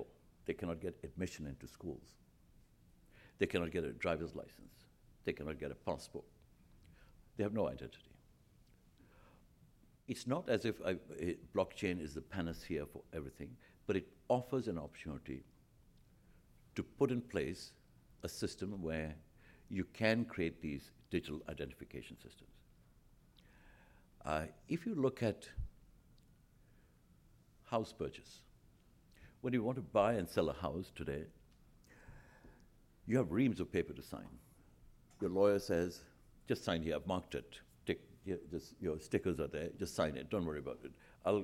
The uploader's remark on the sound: At the Council of American Ambassadors' Fall Conference, Potpourri of Diplomacy